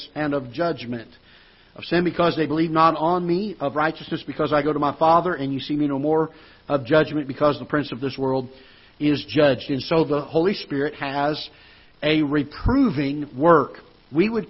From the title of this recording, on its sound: Ketha Heights Baptist Church ~ Live Broadcast